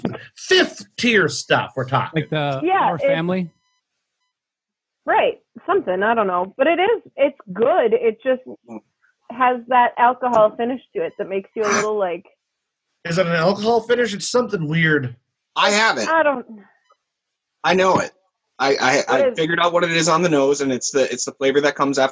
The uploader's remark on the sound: another Zoom episode of Brews, Booze, & Reviews